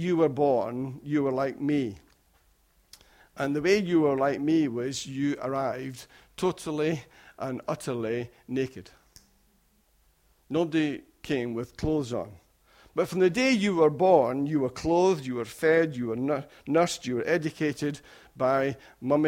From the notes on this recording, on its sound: Recorded at freedomcentre church, Preston